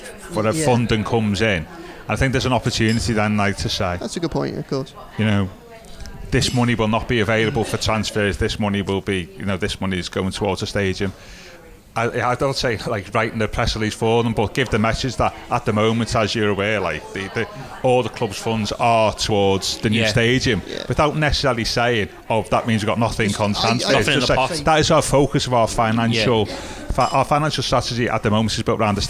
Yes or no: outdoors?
yes